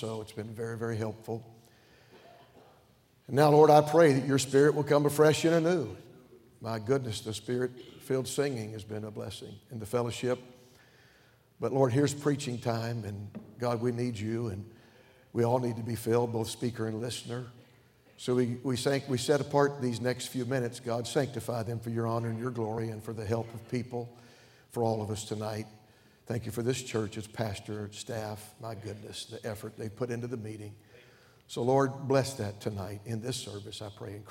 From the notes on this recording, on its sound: during the Tuesday Evening service of the 38th Annual National Pastors' & Workers' Conference in Santa Clara, California